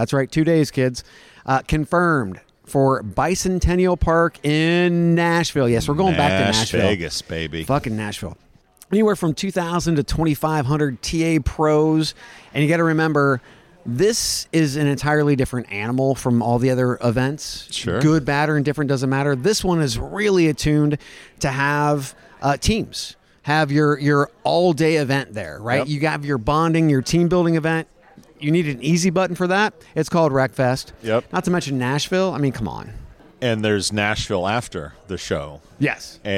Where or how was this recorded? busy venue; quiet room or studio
busy venue